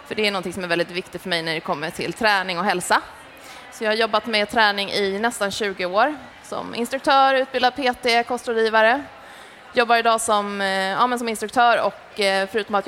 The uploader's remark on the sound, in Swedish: Det här är en livepodd som vi gjorde den 26/11 under "Allt för hälsan". Tack till er som kom och lyssnade.